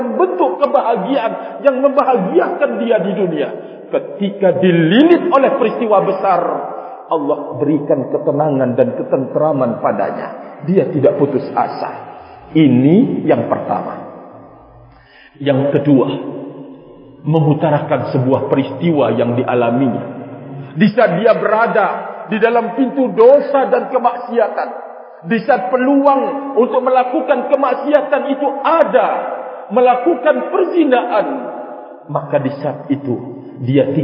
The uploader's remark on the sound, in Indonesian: KAJIAN ISLAM ILMIYAH SUMBAWA BARAT NTB. Masjid NURUL ISLAM (Masjid Kecamatan Maluk, KSB - NTB).